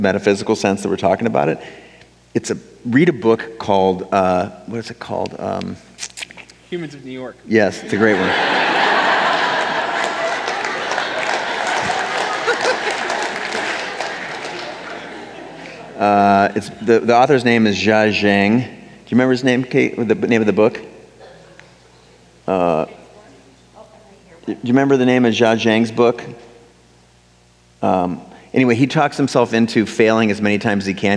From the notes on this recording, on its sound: On Stage. We kicked off celebrations in Seattle with over 700 people in attendance. I recorded the session for you.